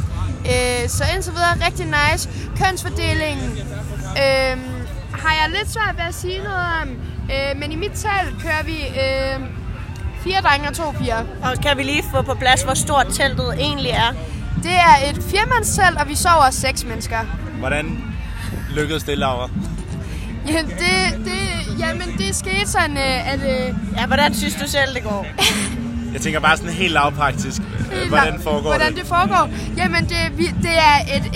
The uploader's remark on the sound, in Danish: ROSKILDE SPECIAL 1. Din yndlings podcast er tilbage med en sæsonafslutning fra Roskilde Festival.